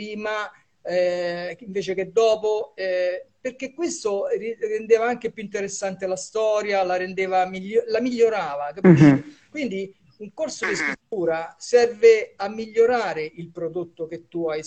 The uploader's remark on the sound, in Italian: Questo episodio è stato registrato in diretta su Instagram